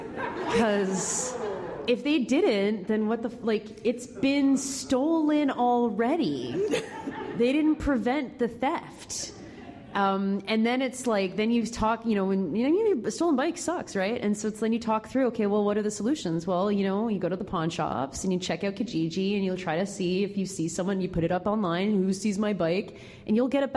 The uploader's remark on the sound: Take lively questions from the audience. Jokes from the floor.